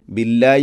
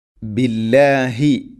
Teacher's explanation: ഹ തൊണ്ടയുടെ താഴെ ഭാഗമാണ്, അത് ഉച്ചരിക്കണം · Shown in: second take